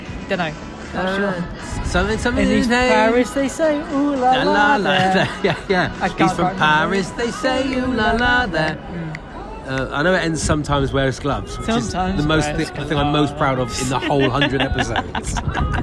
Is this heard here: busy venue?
yes